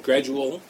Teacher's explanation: you hear the duh turn into j